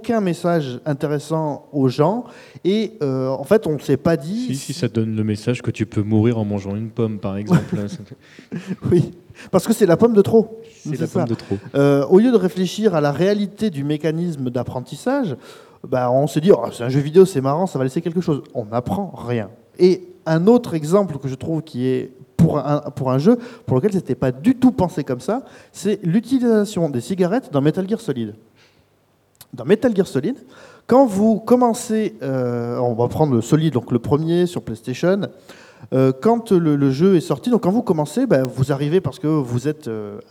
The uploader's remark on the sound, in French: La conférence à été enregistrée lors du 1er Forum du Jeu Vidéo de Livry-Gargan le 30 janvier 2016.